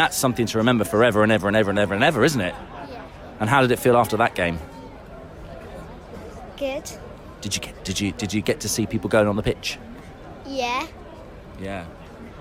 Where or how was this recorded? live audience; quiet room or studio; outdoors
outdoors